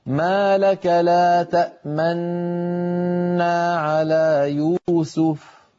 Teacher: الاختلاس أن تنطق نونا واحدة مشددة وتضم الشفتين مع الغنة المنطوطة · Term: الإشمام